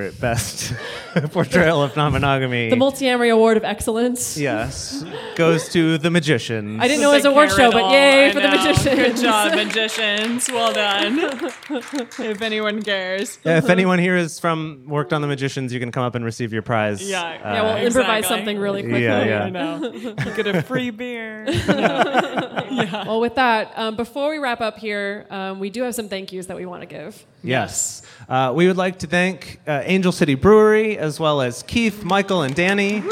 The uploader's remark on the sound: In this live show episode from our 2018 tour